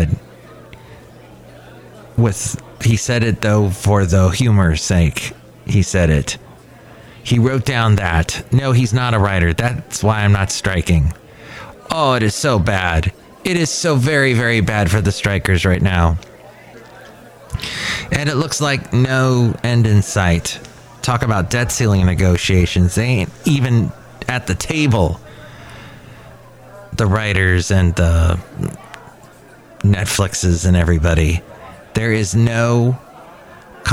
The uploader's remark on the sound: podcasts live from Cafe Anyway